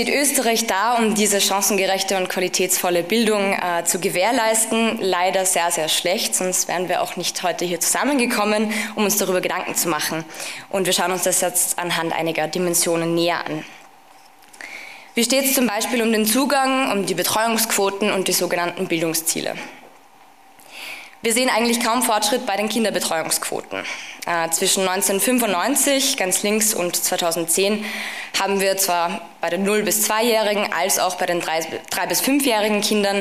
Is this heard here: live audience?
yes